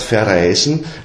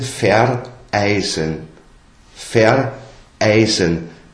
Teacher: es ist sowas wie ein neuer Stimmansatz · Shown in: second take